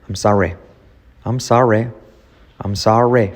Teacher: Fijaos como la R genera una U.